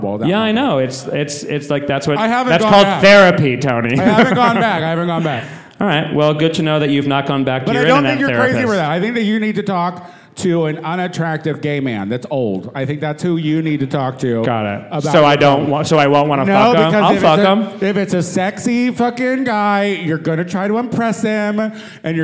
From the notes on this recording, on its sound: LIVE from Precinct, Downtown Los Angeles